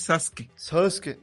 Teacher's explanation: la U casi no la dicen, por eso Sasuke es Sasuke.